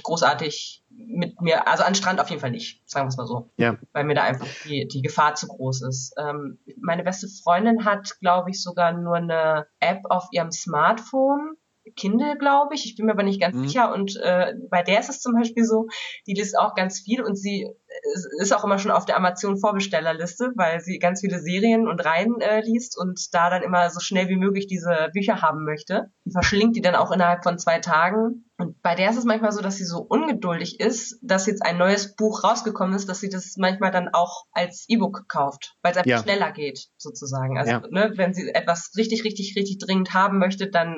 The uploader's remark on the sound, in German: Entschuldigt bitte, dass die Tonqualität leider nicht auf dem üblichen Niveau ist, da die Diskussion via Skype geführt und aufgenommen wurde.